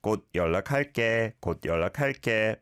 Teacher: the 디귿 받침 here doesn't need to be overly pronounced